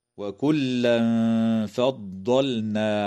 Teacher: إخفاء حقيقي للتنوين عند الفاء مع الغنة مرققة في قوله تعالى: وكلا فضلنا، وتظهر اللام في كلمة فضلنا وتسمى